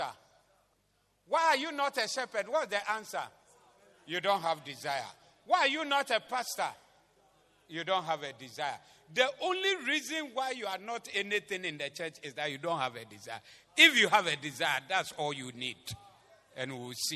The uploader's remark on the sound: Preached at the Zeloo Service 28052023